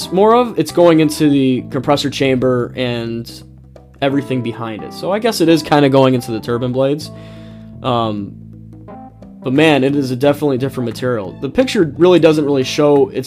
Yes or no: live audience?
no